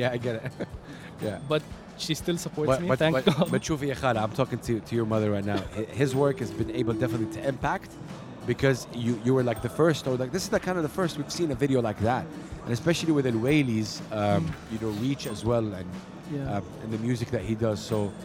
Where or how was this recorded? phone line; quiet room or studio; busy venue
busy venue